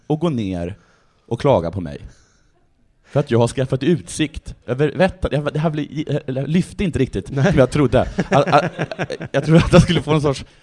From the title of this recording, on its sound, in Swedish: Live inför publik